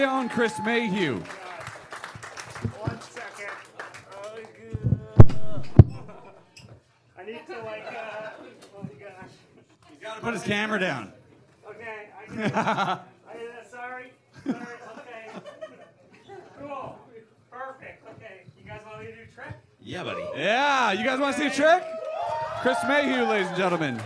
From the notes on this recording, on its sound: Bottom Of The Barrel LIVE at the Comedy Bar!! - Toronto.